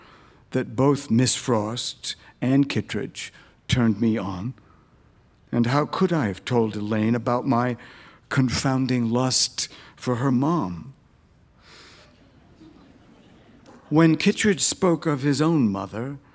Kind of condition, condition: setting, live audience